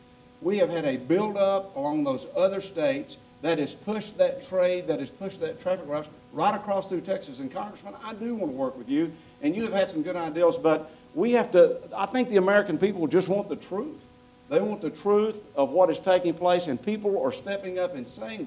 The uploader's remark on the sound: panel at The Texas Tribune Festival